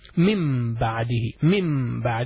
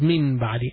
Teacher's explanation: Mim and noon, that noon is pronounced as a mim because there is a ba after that · Shown in: first take